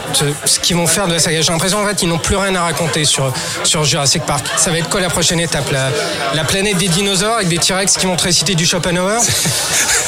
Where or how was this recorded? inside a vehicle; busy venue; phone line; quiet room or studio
busy venue